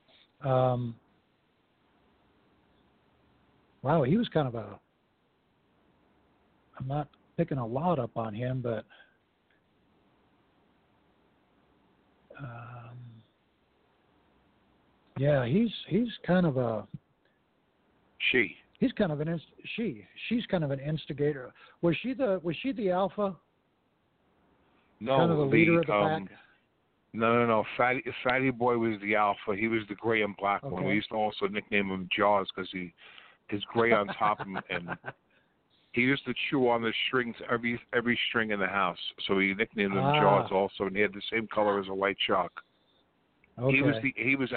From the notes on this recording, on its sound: take a few calls from audience members